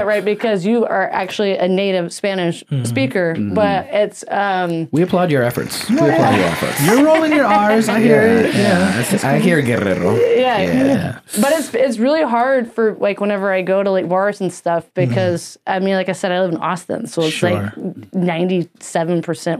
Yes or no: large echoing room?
no